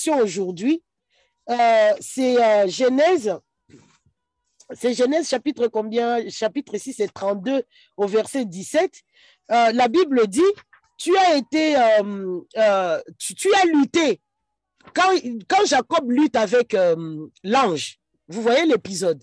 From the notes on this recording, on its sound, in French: Lors de notre dernier atelier sur zoom.